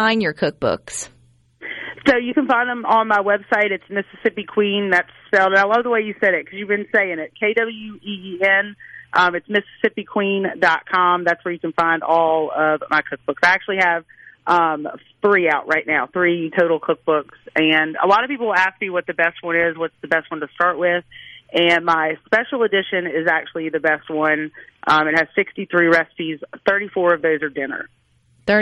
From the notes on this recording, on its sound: joins the conversation by phone